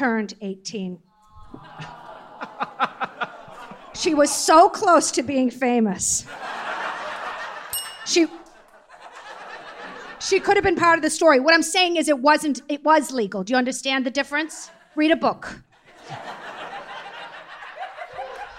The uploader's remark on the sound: LIVE at the Bell House in Brooklyn